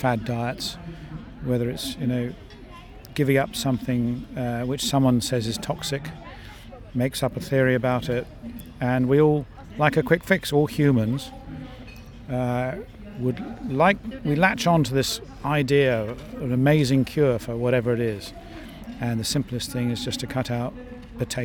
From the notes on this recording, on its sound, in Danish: Fornem stemningen på Bloom i Søndermarken med den første officielle podcast fra natur- og videnskabsfestivalen.